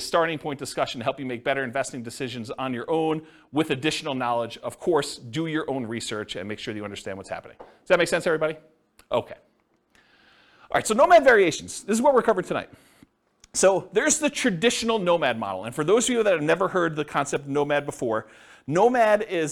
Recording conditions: live audience